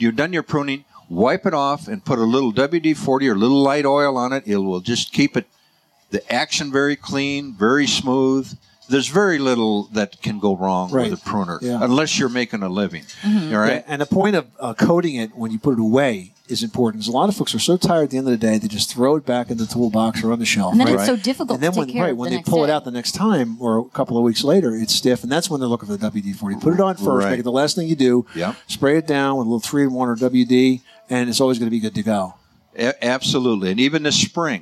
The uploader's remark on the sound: Live from the 2018 National Hardware Show